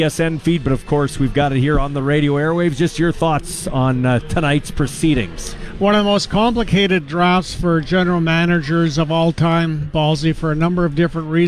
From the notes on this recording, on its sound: LIVE from Harvard Studio 620 lounge at Mosaic Stadium!